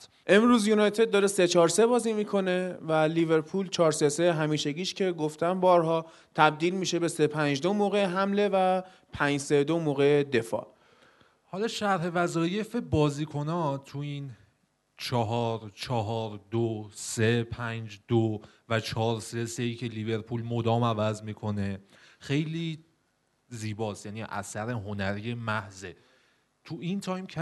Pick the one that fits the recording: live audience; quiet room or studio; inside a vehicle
live audience